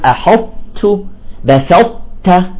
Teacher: تخرج لسانك مباشرة إلى سقف الحلق مثل أجل تأخذ الطاء ثم تنزل بانسيابية إلى التاء · Term: إدغام ناقص